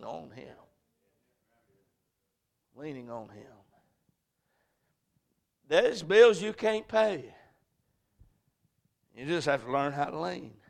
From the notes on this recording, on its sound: A message preached at Crossroads Baptist Church